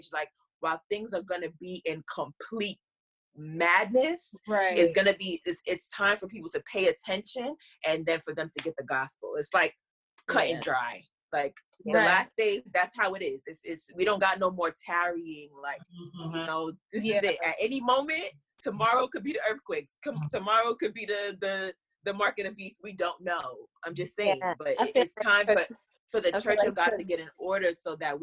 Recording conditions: video call